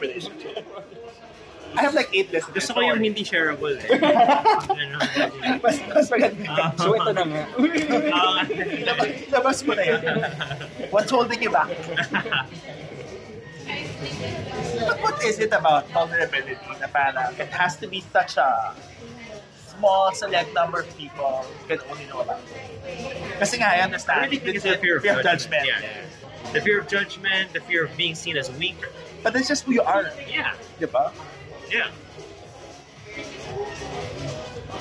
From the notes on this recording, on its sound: This was recorded in Fauna, a cozy speak-easy at the heart of Bonifacio Global City